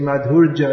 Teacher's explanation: You have to move your tongue a bit more to say Madhurya. You say Madhurja, it all merge. The R and the J merge.